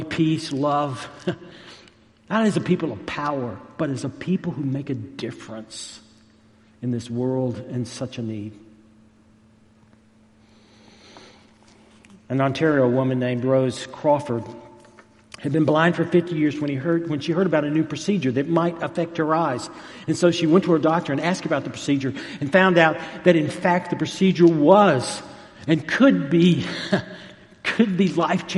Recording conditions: large echoing room